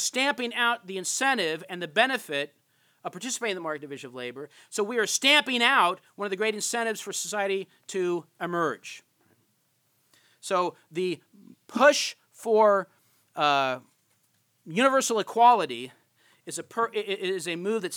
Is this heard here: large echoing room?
yes